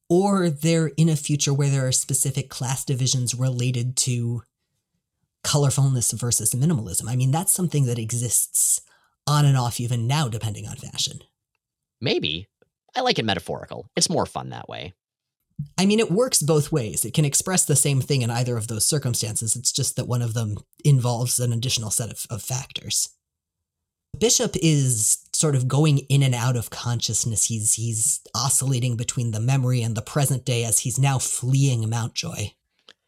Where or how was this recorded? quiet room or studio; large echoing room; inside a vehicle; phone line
quiet room or studio